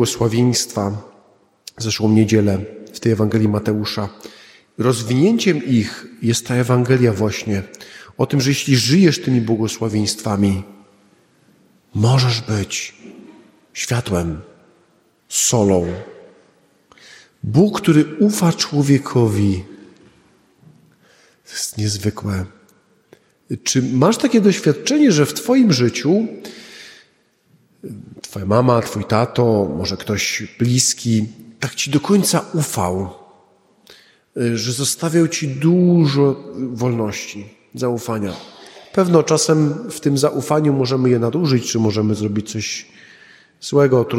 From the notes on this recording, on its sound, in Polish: Nagrania homilii i kazań wygłoszonych w parafii WNMP w Opolu Gosławicach